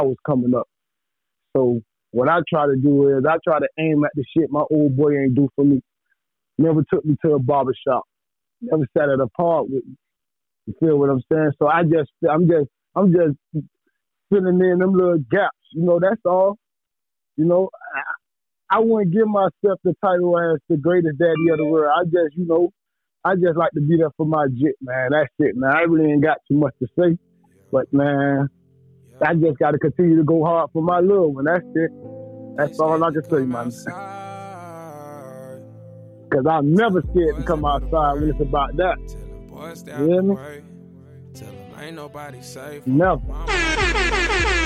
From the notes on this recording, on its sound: he got on the phone to chop it up with me on the They Say I'm Blunt show